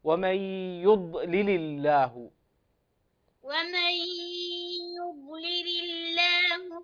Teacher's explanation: سكن الضاد بلا قلقلة